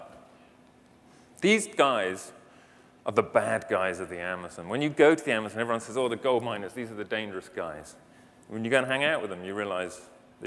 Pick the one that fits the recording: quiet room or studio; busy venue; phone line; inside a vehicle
busy venue